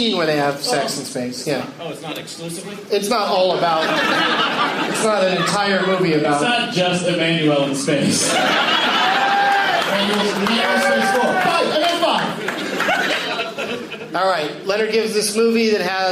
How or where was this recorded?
live audience